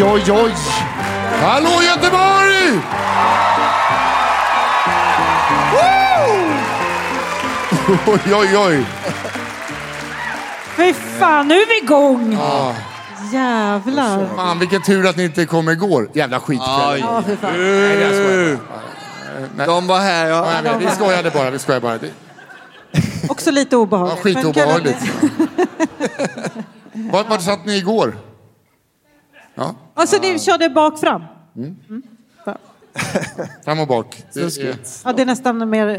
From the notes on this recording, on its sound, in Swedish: Live på Draken – Lördagen.